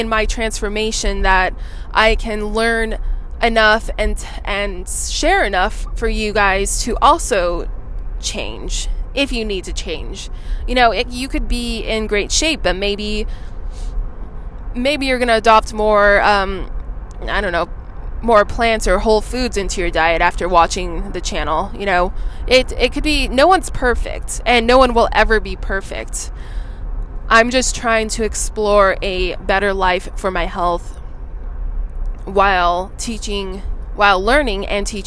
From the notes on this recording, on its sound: Driving in my car, talking to you